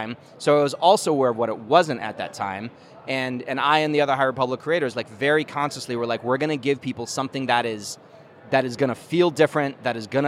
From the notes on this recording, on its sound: During Star Wars Celebration, I took a break from the show floor, headed upstairs to the convention center bar and sat down.